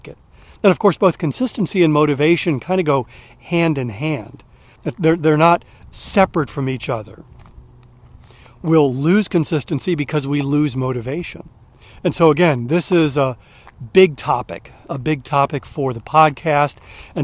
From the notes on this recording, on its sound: During today's ten-minute walk